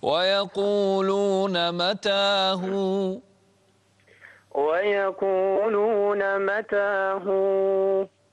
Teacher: هذا مد طبيعي، لا تمد يعني أكثر من حركتين